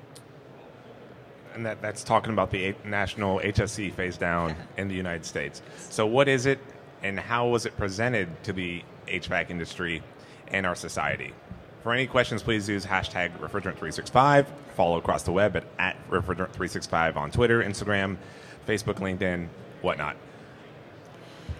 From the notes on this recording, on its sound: Our Refrigerant Briefing for Winter 2023 event took place at the 2023 AHR Expo live from the Podcast Pavilion at the Georgia World Congress Center.